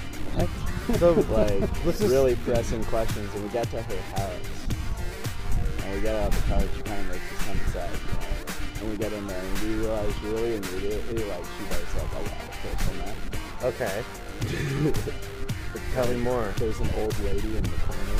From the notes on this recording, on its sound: we recorded ths episodeat the park